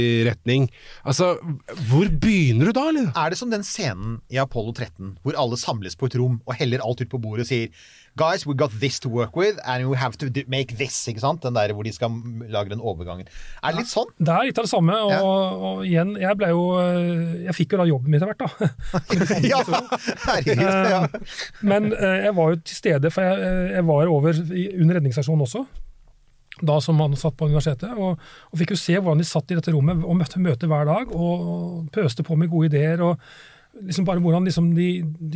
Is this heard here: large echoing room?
no